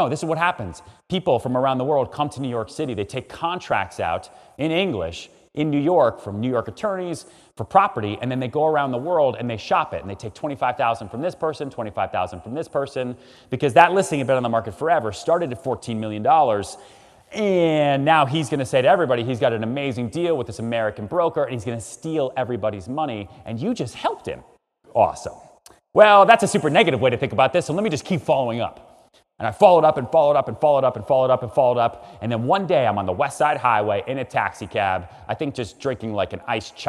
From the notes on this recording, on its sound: Enjoy this session from our special keynote speaker at the 2021 Stronger Business Summit